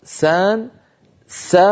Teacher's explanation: مع بقاء الغنة في الحرف الأول هذه العبارة بينت بأن النون أخفيت عند السين بعدها وليس في السين. يعني لما أنطق أنا السين لا يصل إليها صوت الغنة الذي كان قبلها